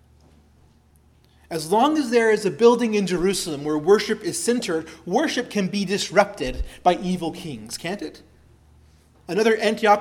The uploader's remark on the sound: preached at Christ Our Savior Baptist Church